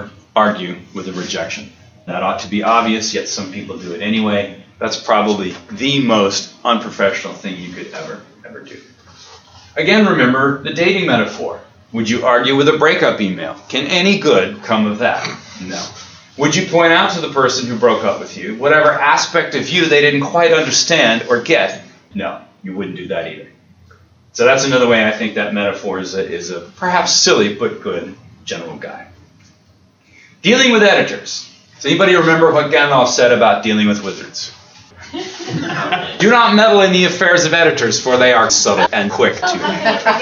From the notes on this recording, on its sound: An excerpt from the lecture.